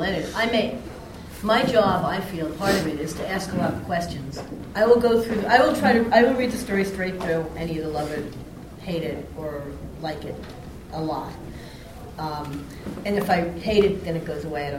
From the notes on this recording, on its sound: ICON panel. This panel at ICON in Cedar Rapids, IA, 2013.